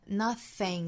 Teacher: Nothing 这里的 th 的发音是声带不震动，送气明显。